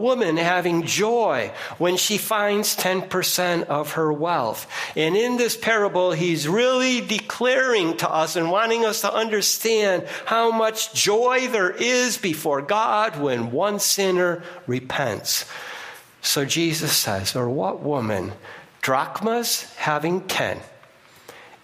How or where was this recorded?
large echoing room